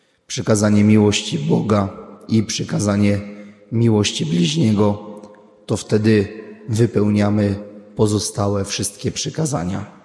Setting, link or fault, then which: setting, large echoing room